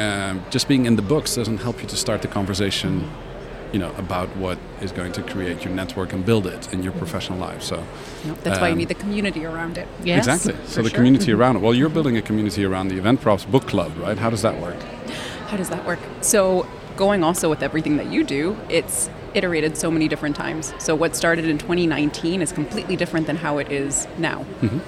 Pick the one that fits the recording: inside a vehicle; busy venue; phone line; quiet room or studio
busy venue